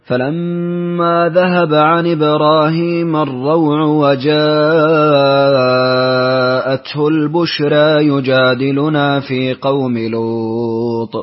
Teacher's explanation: ورش بالنقل وأيضا المتصل والتقليل في البشرى